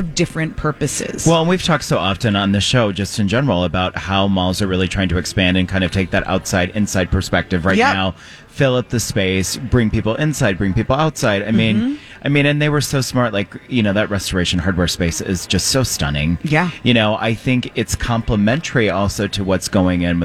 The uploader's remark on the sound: Are broadcasting live at Sourthern Lights.